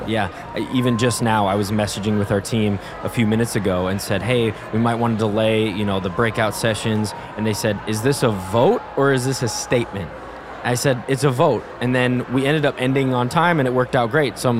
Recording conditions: busy venue